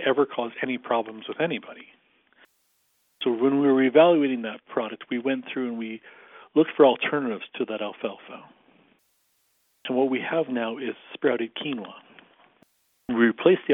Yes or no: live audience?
no